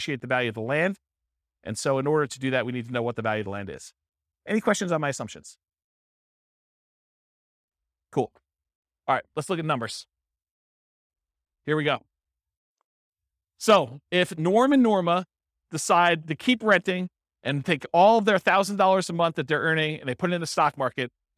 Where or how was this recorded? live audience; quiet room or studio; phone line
live audience